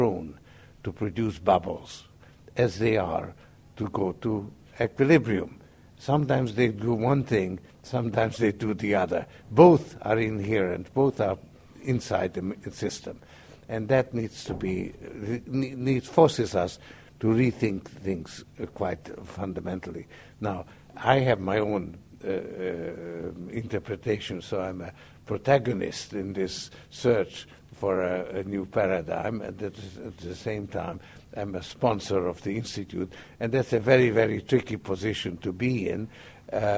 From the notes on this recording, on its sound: He's given 50 million dollars over ten years to set up the Institute for New Economic Thinking (INET), whose inaugural conference this is.